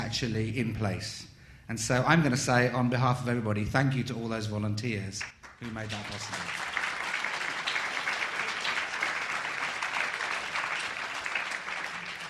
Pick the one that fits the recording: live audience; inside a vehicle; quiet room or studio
live audience